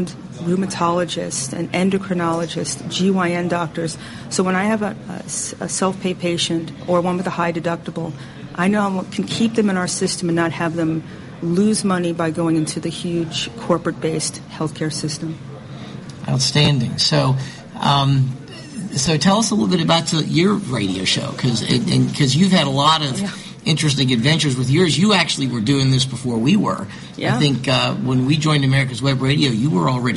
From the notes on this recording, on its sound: Interviews recorded live at the conference.